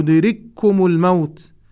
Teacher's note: الكاف الساكنة قد أدغمت في الكاف المتحركة · Term: الإدغام المتماثلين